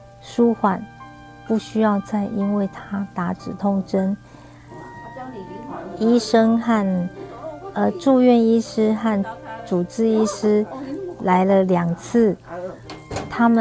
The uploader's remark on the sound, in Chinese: 錄音的時候是白天，所以旁邊有我同行病友們的聲音，還希望大家別見怪。